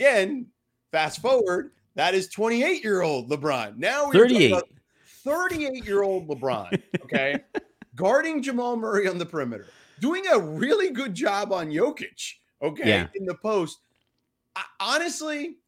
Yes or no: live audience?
no